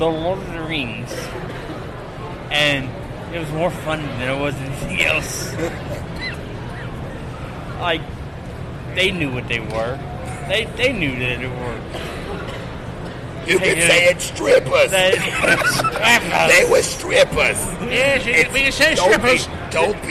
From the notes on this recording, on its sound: live at COMICPALOOZA from the con floor